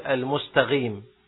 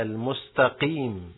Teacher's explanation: المستقيم بالقاف، وبعضهم يقول المستغيم بالغين · Shown in: second take